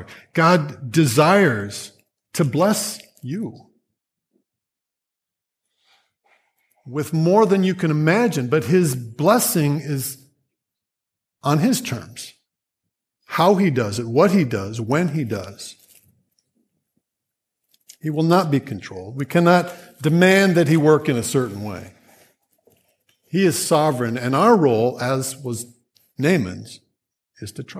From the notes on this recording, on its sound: Grace Church Sermon Audio